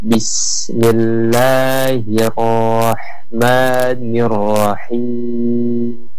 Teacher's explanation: Jadi pengucapan huruf takrir roh itu dengan mengucapkan Bismillahirrahmanirrahim, di mana ujung daripada penempatan huruf ra ini adalah ujung lidah dengan rongga mulut bagian atas